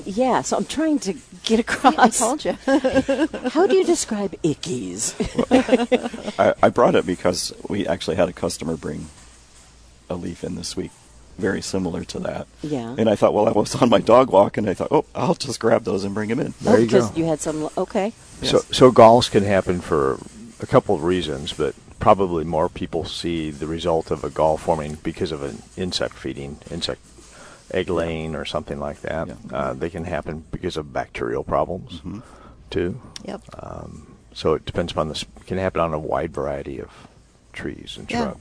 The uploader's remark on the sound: Live at Prairie Gardens